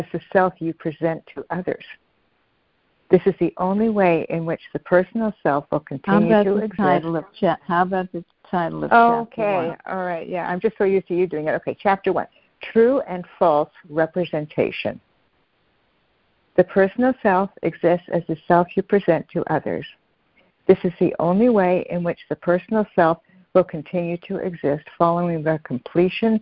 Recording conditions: phone line